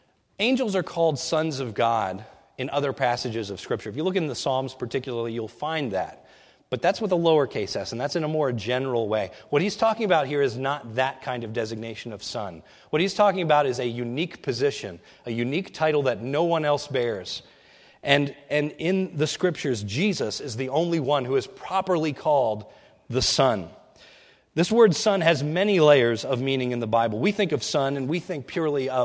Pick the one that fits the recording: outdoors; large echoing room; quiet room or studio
large echoing room